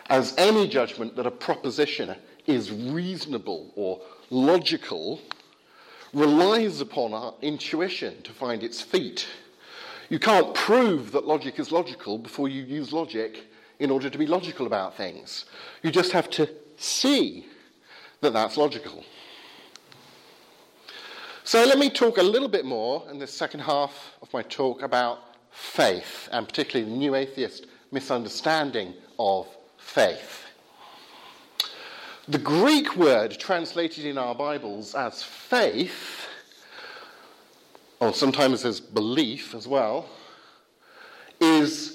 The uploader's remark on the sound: Talk from the 2017 Rasonable Faith group at Highfield Church, Southampton.